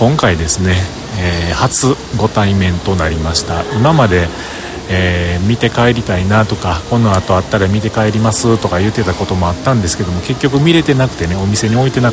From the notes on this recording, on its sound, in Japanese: AdobeMAX Japanも終了し、その翌日の東京での収録です。午前中、大雨。雨宿りをするのに表参道ヒルズに入り、そこでの収録です。